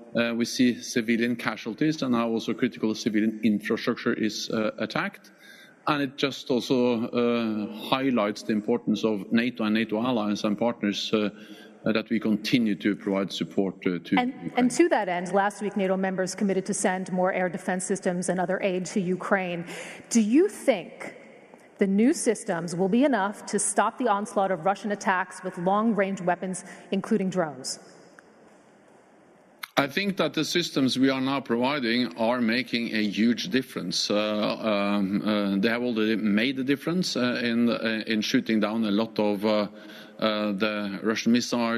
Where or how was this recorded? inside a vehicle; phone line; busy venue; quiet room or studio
busy venue